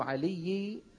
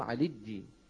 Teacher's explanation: الجيم والياء من نفس المخرج · Shown in: second take · كما تعلمنا كما سيأتي معنا في الشرح، والوسط فجيم الشين ويا، لكن هذه أصوات مستكرهة، نعم تكرهها العرب طبعا. · Term: إبدال الياء جيما